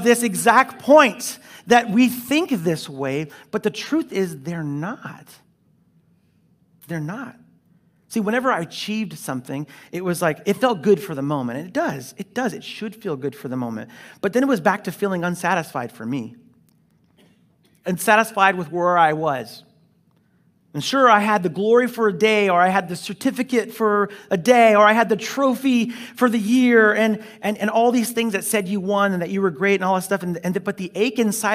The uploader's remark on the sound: Delivered on 29 August 2021 at Grace Church of La Verne . Delivered on 29 August 2021 at Grace Church of La Verne .